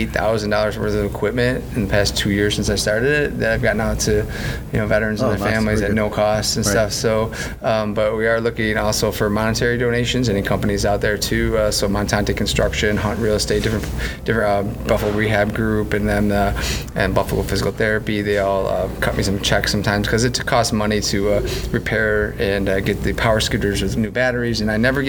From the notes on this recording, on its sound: Recorded at This Little Pig Restaurant.